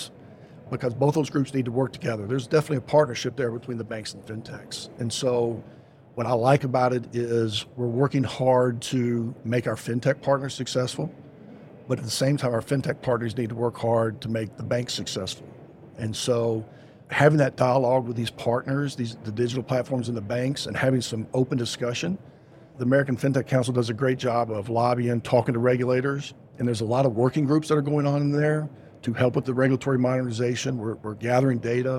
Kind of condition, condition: setting, busy venue